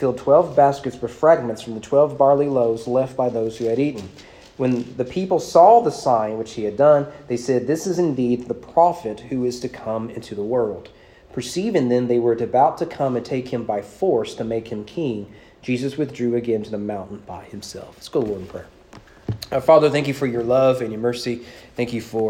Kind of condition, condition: setting, large echoing room